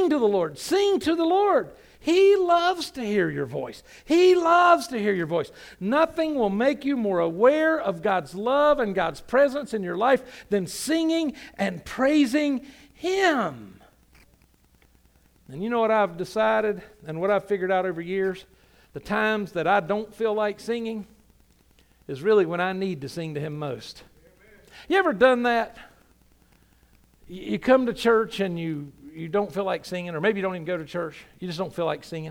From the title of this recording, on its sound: Sunday Morning – 11am Service